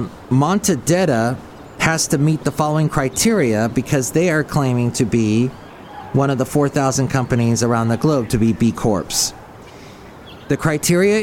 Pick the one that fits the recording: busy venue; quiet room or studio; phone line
busy venue